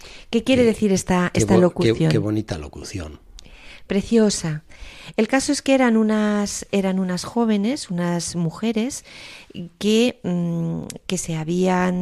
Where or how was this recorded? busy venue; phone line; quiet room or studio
quiet room or studio